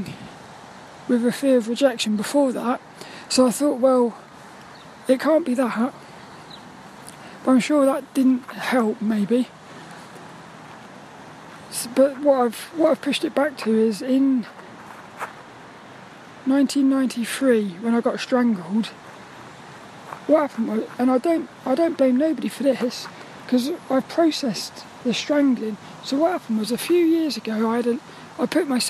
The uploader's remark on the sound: This 'About The Tings' episode is a Walk and Talk. I got to play on the swings.